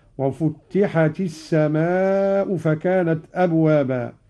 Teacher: قرأ قالون بتشديد التاء الأولى هكذا